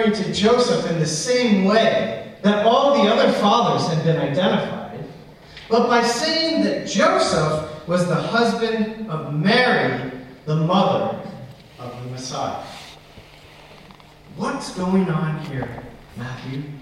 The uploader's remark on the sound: Apologies for sound quality. This recording was accidently recorded via the recorder's built in microphone and not properly connected to the church PA system.